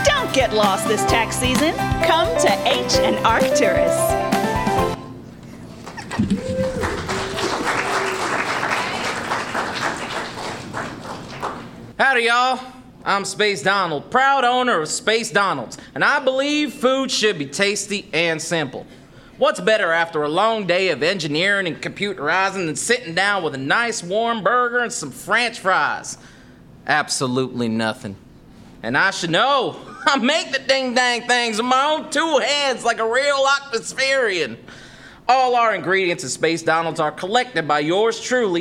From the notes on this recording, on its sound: Welcome to our second show here at The Newton at First Draft at Changing Hands, at Phoenix, Arizona.